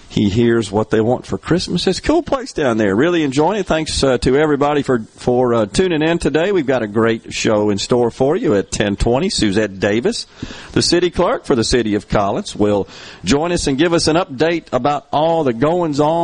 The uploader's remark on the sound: LIVE from The Collins Christmas Festival